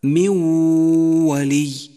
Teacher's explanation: من ولي، جاءت النون الساكنة وجاء بعدها حرف الواو، والواو حرف إدغام بغنة، دخلت النون الساكنة في حرف الواو وشدد حرف الواو واستغرقت الغنة حركتين وصار نطقها هكذا: من ولي.